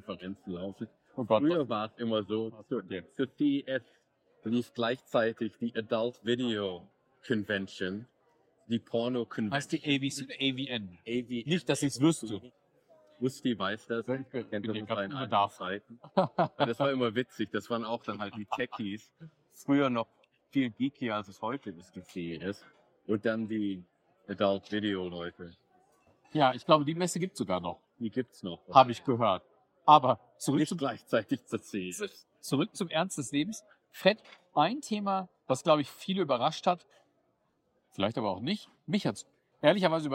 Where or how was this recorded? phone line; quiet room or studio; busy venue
busy venue